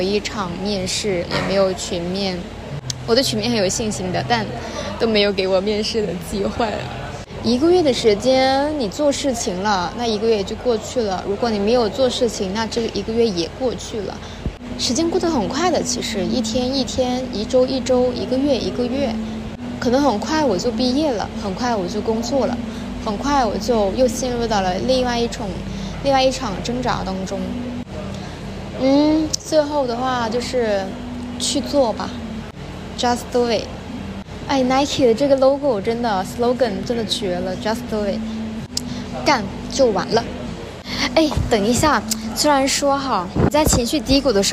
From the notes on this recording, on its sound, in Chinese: 在星巴克录制播客，室内录音很嘈杂